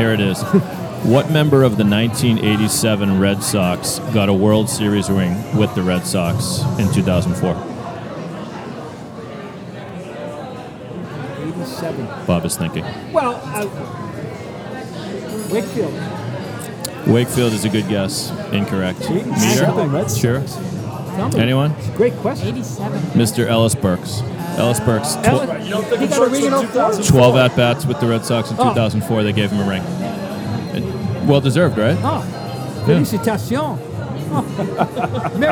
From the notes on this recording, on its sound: live from Fenway Johnnie's in Boston